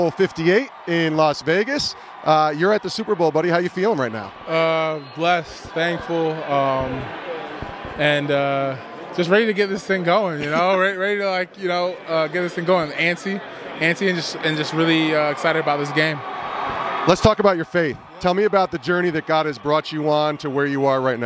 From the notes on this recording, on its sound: Interviews LIVE from Super Bowl LVIII in Las Vegas. Sports Spectrum is LIVE from Las Vegas, Nevada covering Super Bowl LVIII.